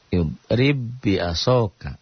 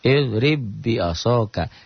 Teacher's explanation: Baknya itu kan bak mati pasti kol-kolah. Nah sifat kol-kolahnya jadi hilang. · Term: idgham mutamasilen